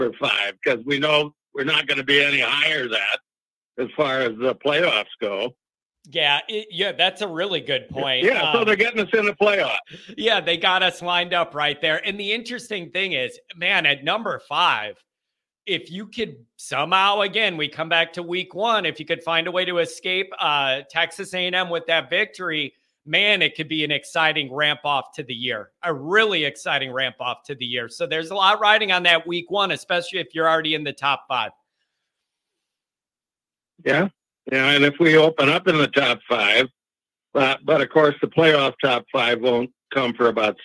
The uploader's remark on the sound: Call in/Chat LIVE